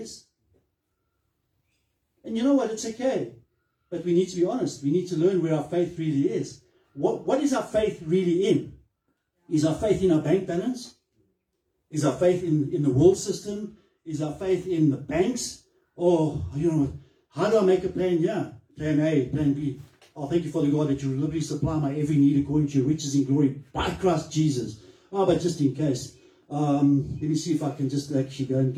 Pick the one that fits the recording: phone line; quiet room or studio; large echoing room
large echoing room